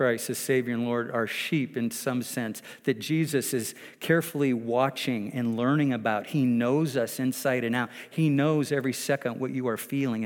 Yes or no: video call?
no